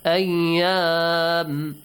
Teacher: The alif mat is extended when you stop. This is called matul arid.